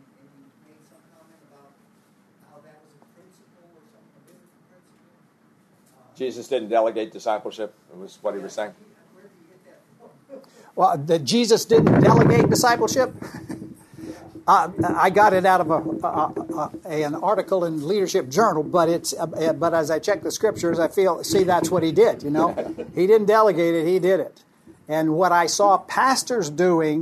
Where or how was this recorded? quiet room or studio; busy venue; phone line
busy venue